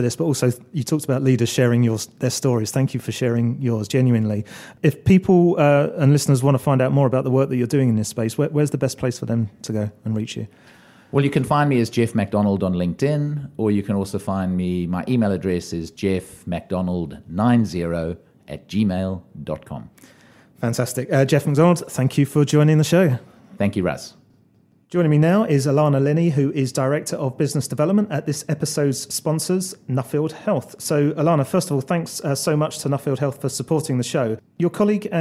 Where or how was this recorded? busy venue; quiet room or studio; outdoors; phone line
busy venue